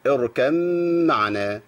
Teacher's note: مع الغنه حركتين، لان بقى عندي في تشديد للميم